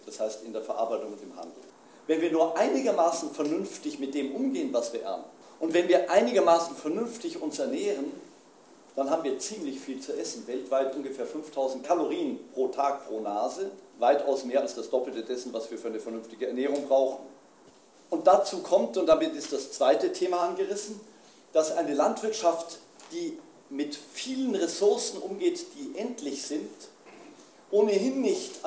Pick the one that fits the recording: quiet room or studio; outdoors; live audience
live audience